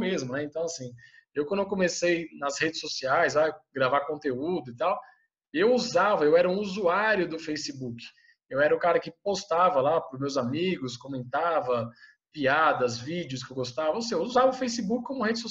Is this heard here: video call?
yes